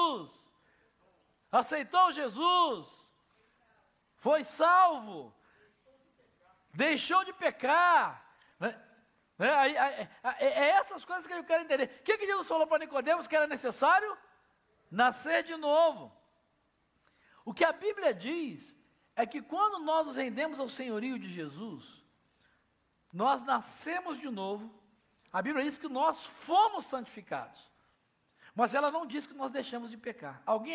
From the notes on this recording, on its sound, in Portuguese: Celebração ao vivo